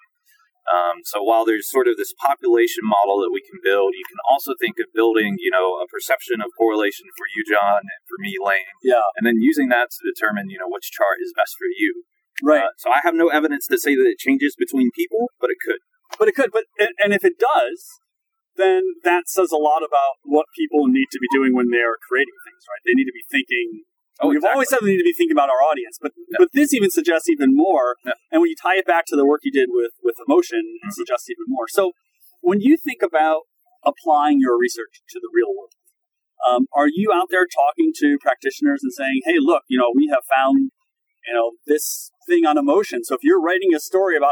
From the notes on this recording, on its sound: Recorded along the lovely Boston Harbor (enjoy the outdoor sounds)